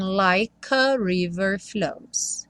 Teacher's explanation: o like não vai ter o E pronunciado, e aí o K já junta no A do a river